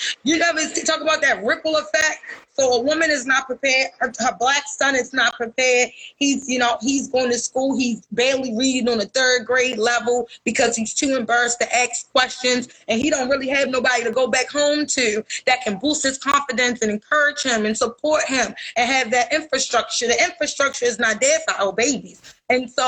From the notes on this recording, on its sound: live on Instagram